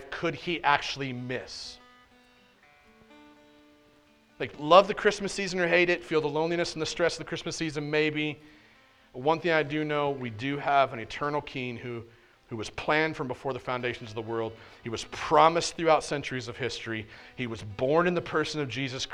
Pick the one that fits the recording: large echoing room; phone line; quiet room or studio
large echoing room